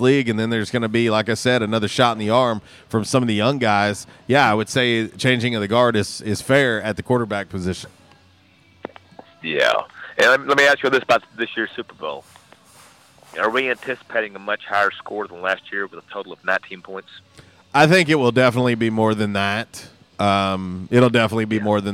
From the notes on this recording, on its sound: LIVE from JTown's Grill! The Ticket 95.3 Fm/970 AM, Ritter Communications Tubetown 21!